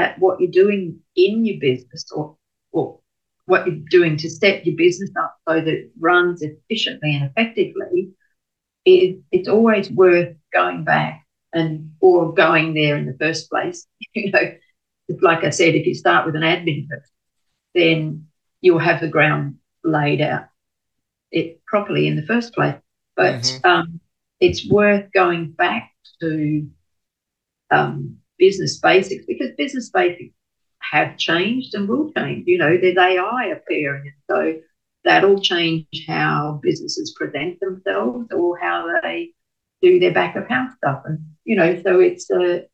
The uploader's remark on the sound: I also apologize if the audio is not perfect as we recorded this interview over zoom!